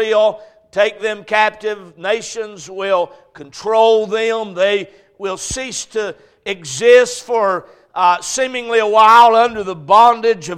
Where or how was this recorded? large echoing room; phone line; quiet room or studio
large echoing room